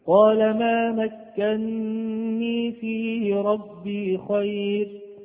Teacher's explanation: كان أصلها مكنني، كان أصلها مكنني، فقرأ حفص بإدغام النون الأولى في الثانية فصارت مكنني بنون واحدة مشددة مع الغنة